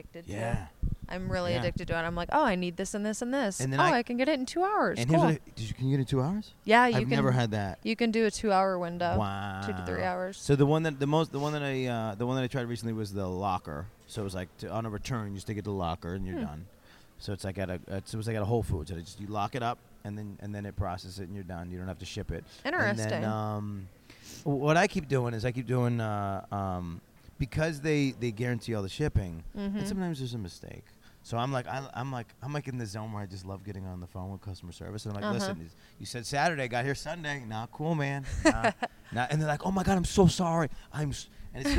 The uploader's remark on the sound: During Exxxotica. Exxxotica Chicago.